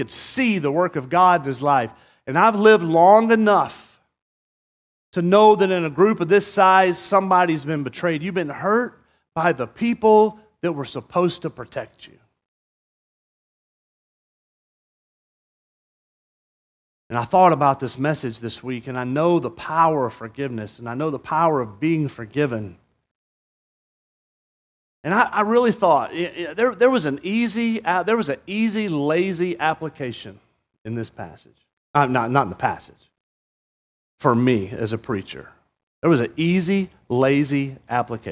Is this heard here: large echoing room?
yes